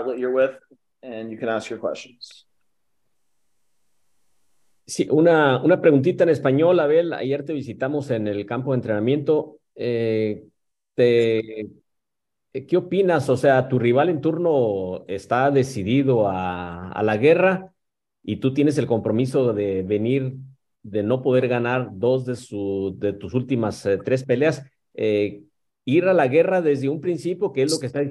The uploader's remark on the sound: VIRTUAL PRESS CONFERENCE.